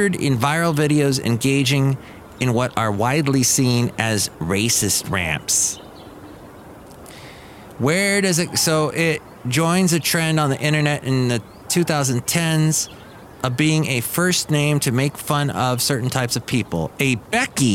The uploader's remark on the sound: podcasts live from Cafe Anyway